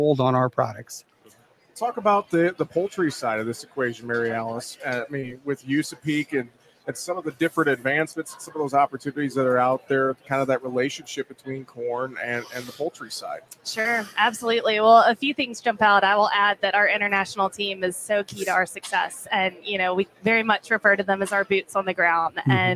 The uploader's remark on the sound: We broadcast live from Commodity Classic with the National Corn Growers Association.